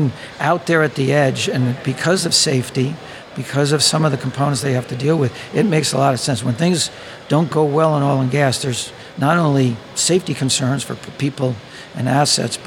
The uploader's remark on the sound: On location at the Oil & Gas IoT conference.